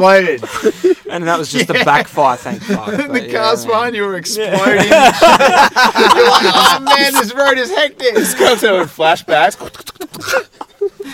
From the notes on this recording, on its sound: We adventured into a deep part of the southwest this week and set up the microphones under the stars to record out in the wild. That's right, no studio, no rooms, no sound barriers, just the open air with space to echo and carry on. Yes, the sound isn't studio quality brilliance, it's the sound of recording out in the open in the bush.